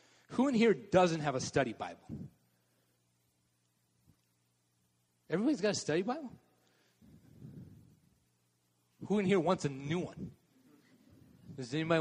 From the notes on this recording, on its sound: Message delivered durinbg the Contemporary Worship service.